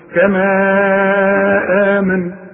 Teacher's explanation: اذا وقفت على كما اديها حركتين فقط، انما اذا وصلت امدها اربع حركات